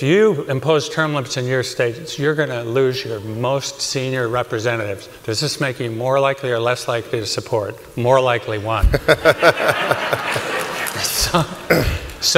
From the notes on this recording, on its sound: This interview was originally recorded at the 2019 COS Leadership Summit.